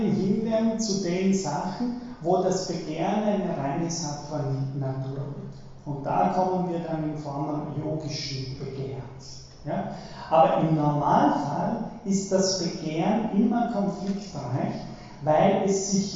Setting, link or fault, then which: setting, large echoing room